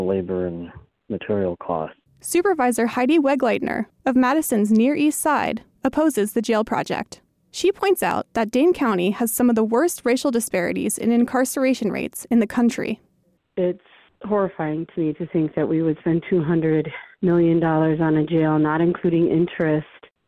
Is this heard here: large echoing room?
no